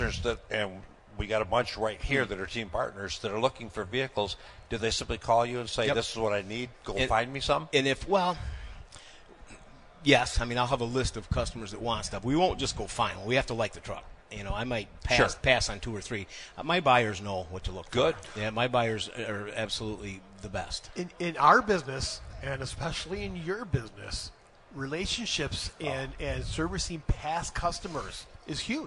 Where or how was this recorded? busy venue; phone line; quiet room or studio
busy venue